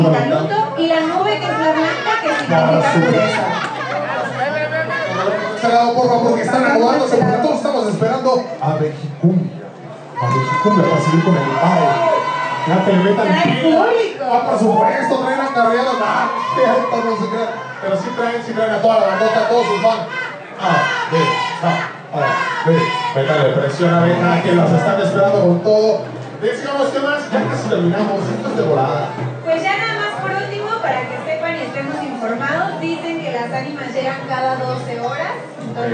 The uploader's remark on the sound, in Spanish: Compartimos escenario con músicos increíbles y escuelas de baile geniales, sin duda alguna un evento espectacular. Tuvimos un publico espectacular y divertido, no podemos calcular el numero de personas que había pero era impactante. Agradecemos a Cafetería Dendera por la invitación por tercera vez consecutiva.